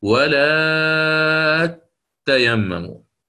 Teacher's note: سنطبق عليها أن هناك حرف مشدد وقبله قبله حرف مد، فوجب علي الإشباع، الطول 6 حركات، فأقرأ هنا ولا تيمموا، بينوا تشديد التاء دون سكت، يعني ما تقرأ هكذا ولا تيمموا، خطأ، هذا فيه سكت، وما يقرأ بالسكت، يشدد فقط، فيقرأ هكذا ولا تيمموا ويواصل قراءته، تمام؟